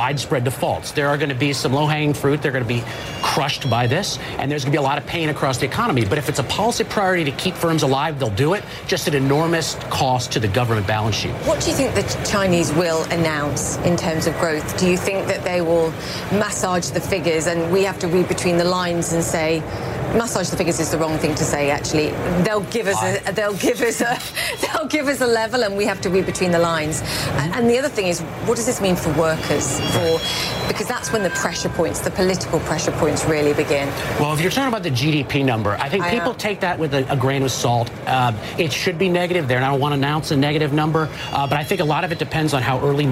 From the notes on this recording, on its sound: live from The New York Stock Exchange